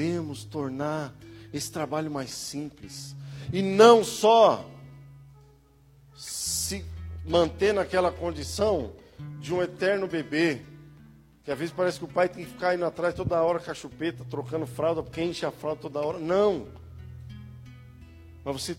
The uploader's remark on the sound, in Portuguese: Áudio de ministração presencial